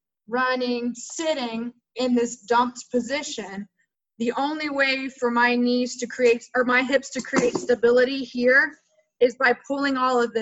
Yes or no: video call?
yes